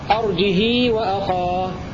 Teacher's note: بدون همزة مع كسر الهاء وصلتها بمقدار حركتين